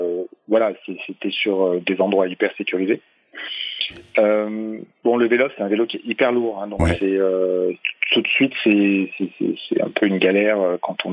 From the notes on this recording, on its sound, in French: Au téléphone